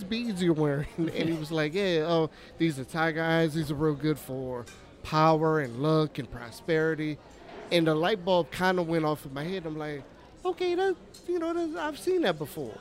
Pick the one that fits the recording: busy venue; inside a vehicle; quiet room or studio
busy venue